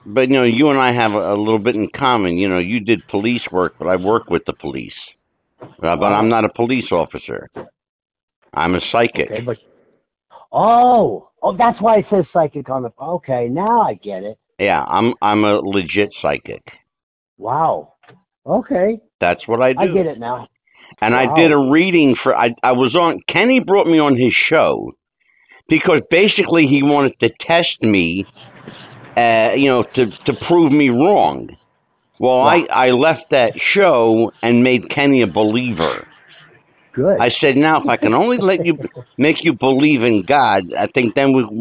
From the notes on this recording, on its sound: I made a phone call to square up the usual details. My phone has an automatic call record feature and the entire phone call was indeed Recorded.